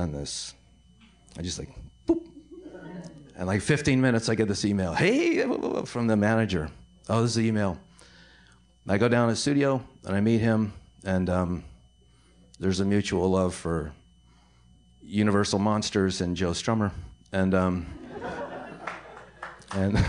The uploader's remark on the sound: LIVE From Cinefamily!